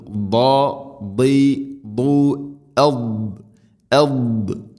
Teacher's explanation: ദാദിൻ്റെ ഉച്ചാരണം നാവിൻ്റെ ഏതെങ്കിലും ഒരു സൈഡ് അണപ്പല്ലുകളോട് ചേർന്ന് നിൽക്കണം